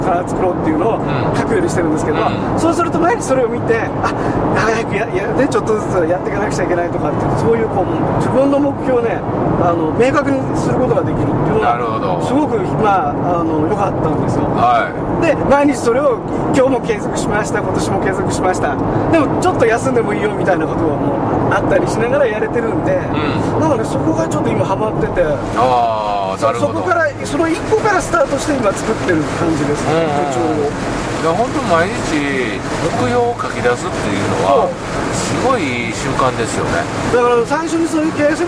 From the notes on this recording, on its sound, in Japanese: 福井県へ向かう車の中でドライビング対談収録をいたしました。